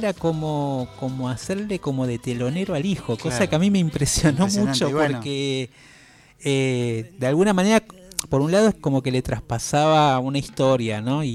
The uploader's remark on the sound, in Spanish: Charlamos por teléfono.